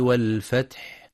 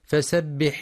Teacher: ينتبه القارئ لهمس الحاء في والفتح وبيان همس ورخاوة الحاء أيضا في فسبح